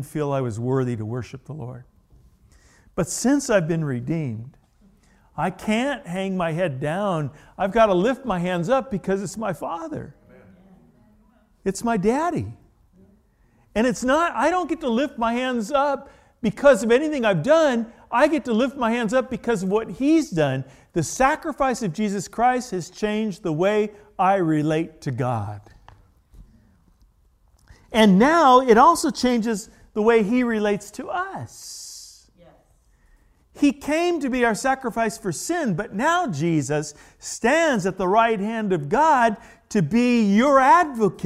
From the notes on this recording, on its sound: The original message was delivered at The Warehouse Church in Astatula, Florida on December 2, 2019.